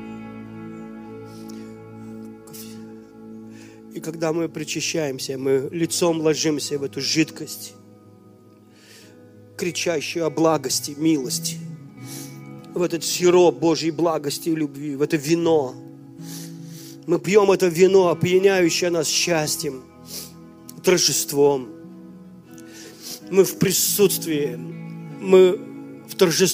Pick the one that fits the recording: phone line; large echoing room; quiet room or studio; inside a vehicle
large echoing room